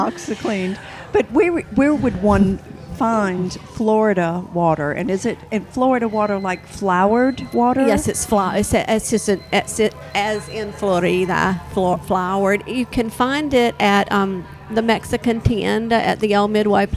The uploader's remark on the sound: The ambient noise in the background of this Mystic podcast is the sound of customers in Mama Mocha’s Coffee Emporium.